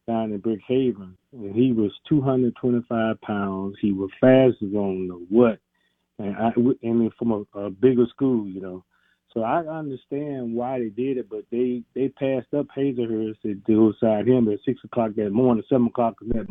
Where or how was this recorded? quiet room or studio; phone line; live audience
phone line